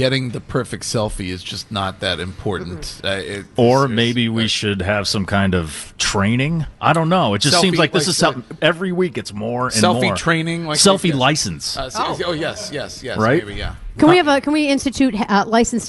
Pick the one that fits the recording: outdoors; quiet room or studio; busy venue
busy venue